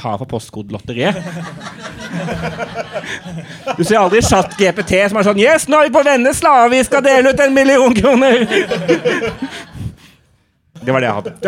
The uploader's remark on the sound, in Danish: Livepodcast fra nieu Scene 2023. Takk til alle som kom!